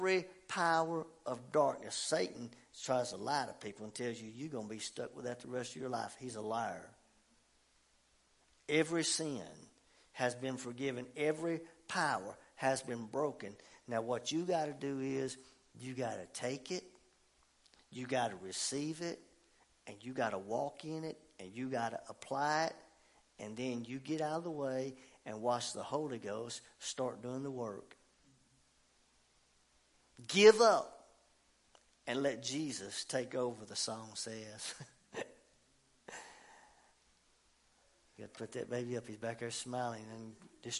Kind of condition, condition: setting, large echoing room